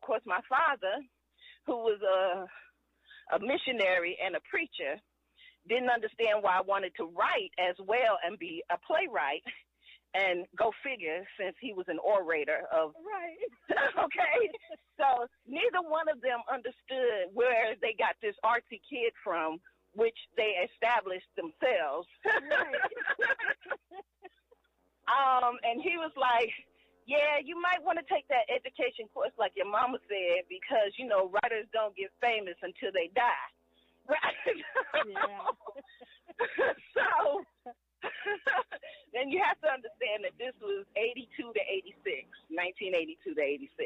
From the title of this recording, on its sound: Walk & Talk